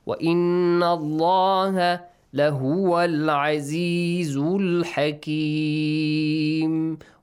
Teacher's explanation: the letter lam in the word Allah is pronounced heavily